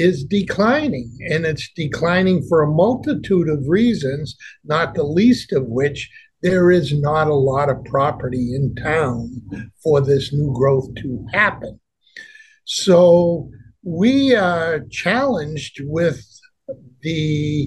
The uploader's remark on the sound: We had our conversation via the Zoom Conference Bridge.